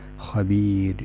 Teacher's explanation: يرقق بما أنه ساكن قبله ياء